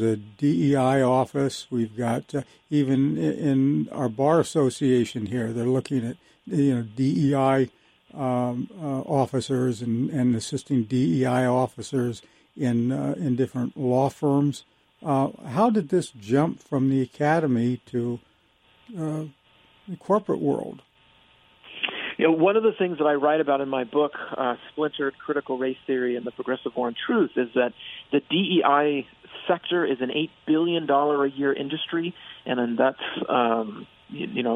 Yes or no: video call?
no